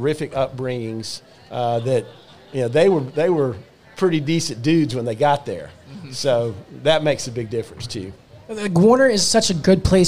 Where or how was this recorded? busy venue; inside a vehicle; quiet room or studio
busy venue